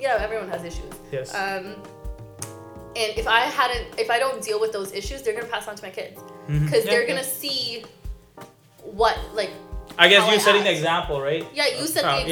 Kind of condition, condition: fault, background noise